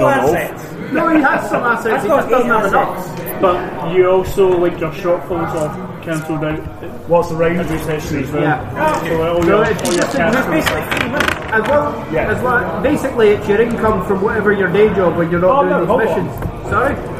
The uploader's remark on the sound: I apologise for the background noise, it was something that couldn't be avoided since we were at the Falkirk District Wargames Club where we played it. The interuptions from other people couldn't be avoided either, and since they were intersperesed by play then I couldn't really edit them out.